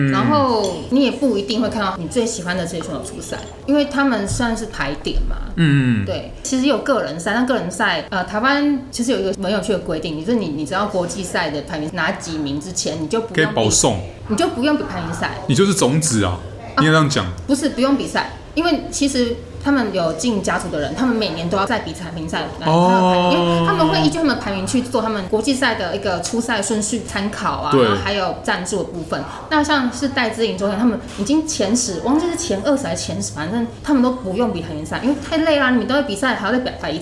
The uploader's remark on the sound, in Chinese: 本集白噪音指數：0/5。錄音地點： The Gathering Cafe 齊客咖啡。